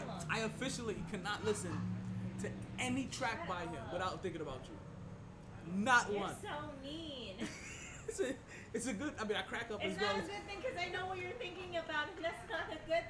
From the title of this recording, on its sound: Live From Sharkey’s where ladies drink free